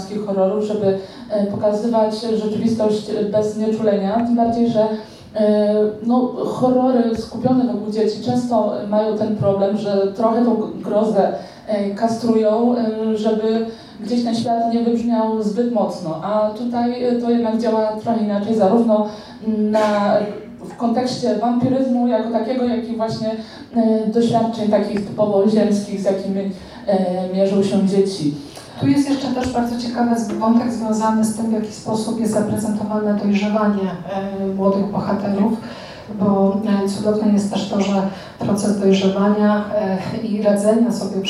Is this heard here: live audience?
yes